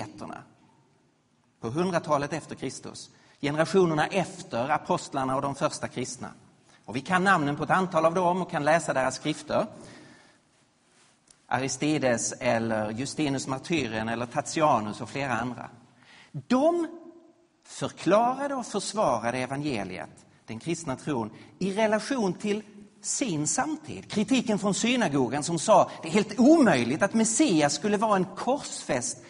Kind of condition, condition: setting, large echoing room